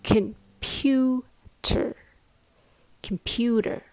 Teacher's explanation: The first and the last syllables are reduced, so they are very short and weak.